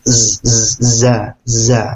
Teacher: Za ini punya sifat yang tidak dimiliki sama huruf yang lain ya. Itu al-safir ya, ada tambahan seperti suaranya lebah ya